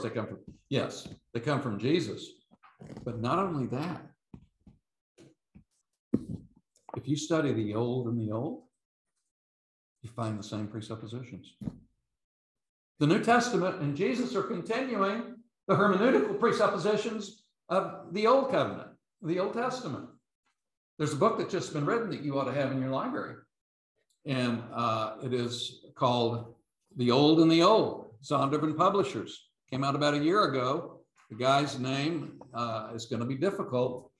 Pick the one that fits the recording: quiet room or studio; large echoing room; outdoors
large echoing room